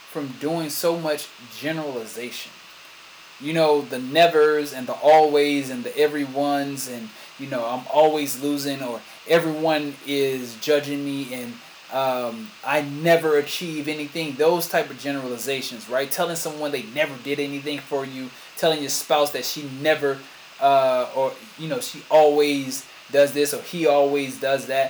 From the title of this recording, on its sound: Sorry for the sound